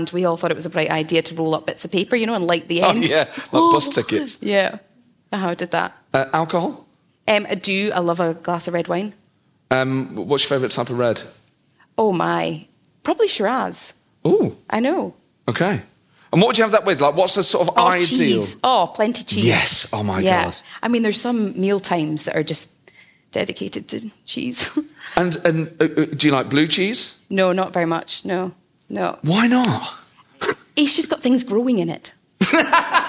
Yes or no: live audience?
yes